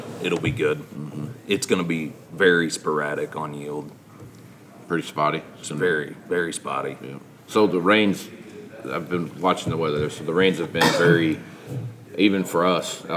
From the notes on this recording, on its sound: Live From #MovingIronSummit21